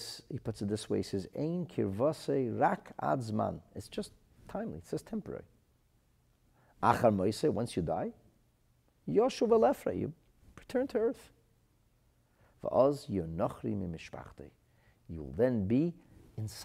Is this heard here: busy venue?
no